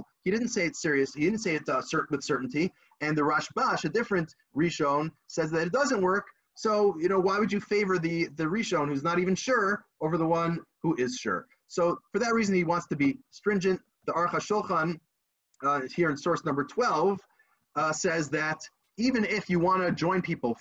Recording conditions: video call